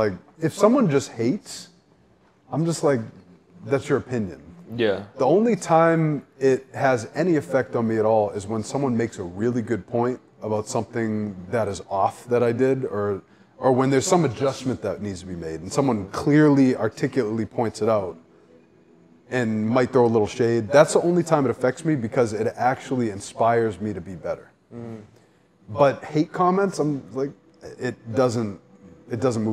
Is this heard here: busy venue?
yes